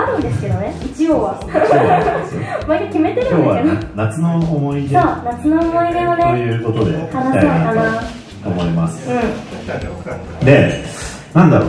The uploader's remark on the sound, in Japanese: 公開収録